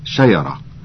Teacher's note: إبدال الياء من الجيم: ويتضح هذا الإبدال جليا في لغة معظم أهل الخليج العربي